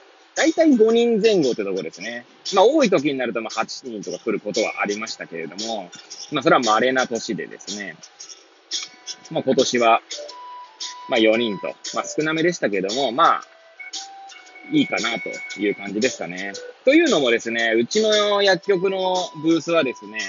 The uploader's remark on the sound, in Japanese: Airpods を付けた状態で、車中で収録しており、雑音などが入る可能性があり、ご容赦ください。